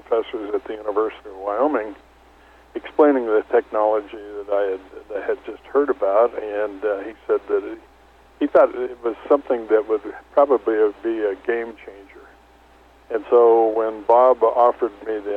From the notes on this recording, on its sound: called in to SmallCapVoice.